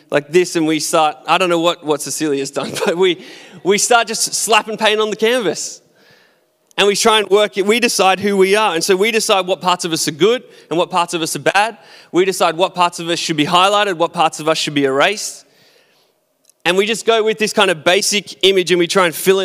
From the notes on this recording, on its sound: Recorded at our live gathering.